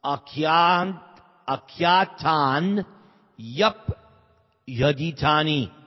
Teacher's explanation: the Y at the end of Akyatani is pushed onto Upi. And then the Y at the end of Upi is put onto Aditani.